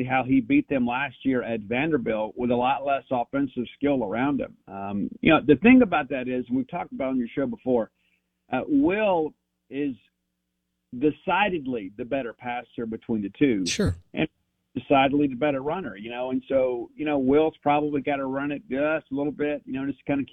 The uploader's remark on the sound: On the Farm Bureau guest line.